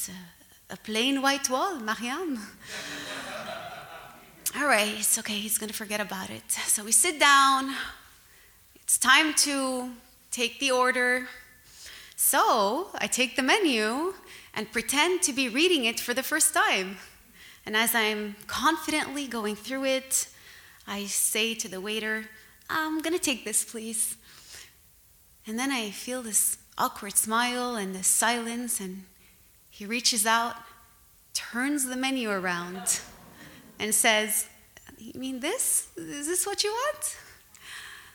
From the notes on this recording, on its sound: At the Centaur Theatre in Montreal. It was our first live show in two years, and what a thrill it was to be back in front of a live audience.